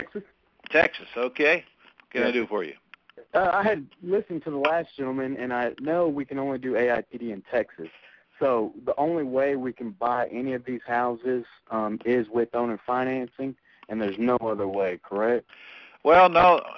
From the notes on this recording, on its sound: Q&A Call